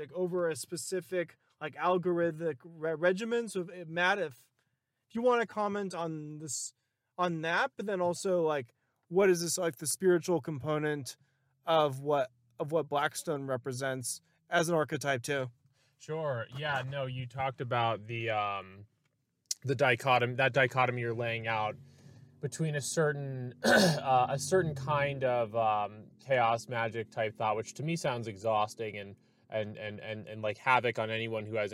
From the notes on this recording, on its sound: On a trip through the east of San Diego County. Field-recording a conversation.